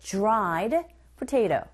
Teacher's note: d 사운드, r 사운드 만나 있을 때 j 이런 소리가 들리게 되죠